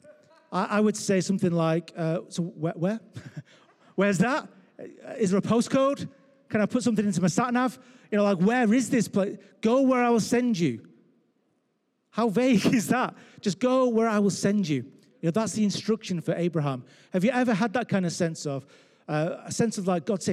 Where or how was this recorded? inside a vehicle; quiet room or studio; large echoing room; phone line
large echoing room